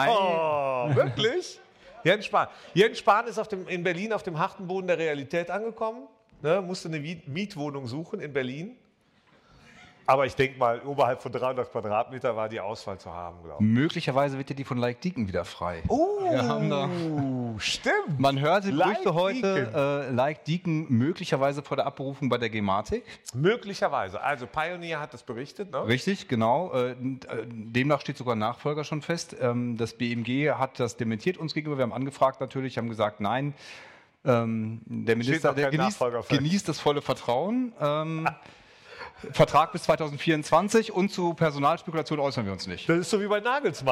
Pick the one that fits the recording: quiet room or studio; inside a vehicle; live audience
live audience